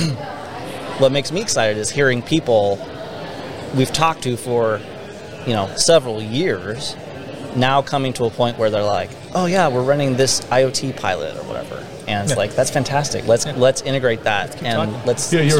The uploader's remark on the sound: IoT and asset management at a conference.